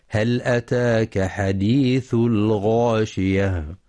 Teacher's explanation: ينتبه القارئ لإظهار اللام في هل، وهي لام حرف